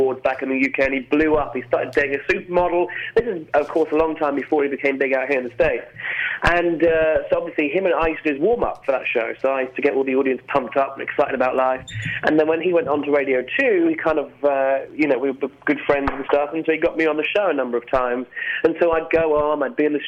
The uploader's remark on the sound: calls in to talk shop